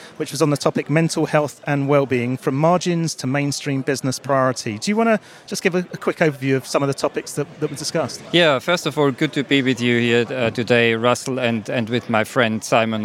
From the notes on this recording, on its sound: Recorded at the fourth Mad World Summit, which has become the global go-to solutions-focused conference and exhibition.